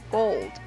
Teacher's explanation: 在这个双元音 o 后面呢，还有一个舌侧音 l，而这个舌侧音 l 呢，也是要读出来的 gold。那么大家感觉一下，有这个舌侧音，没有舌侧音的时候，读起来有什么区别？Gold，前面是有舌侧音的，后面是没有的，听起来感觉是不一样的，是吧？你会发现很多我们中国同学呢是不会发出来这个舌侧音的，直接说 gold 就可以了。但实际上呢，这样是不对的，应该是把这个舌侧音发出来的 gold，这样才够地道。 Okay, so that's so much about today. So see